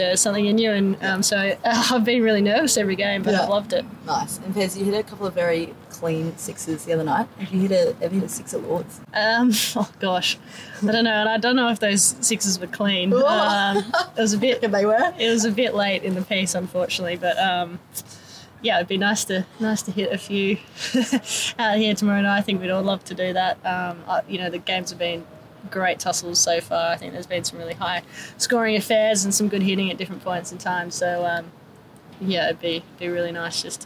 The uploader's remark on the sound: outside the pavilion at Lord's